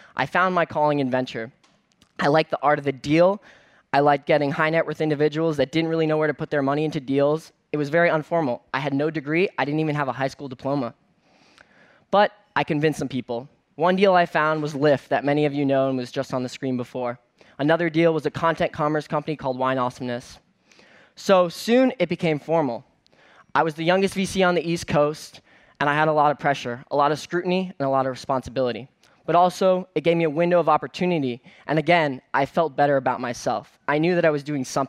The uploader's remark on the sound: on stage at #BoFVOICES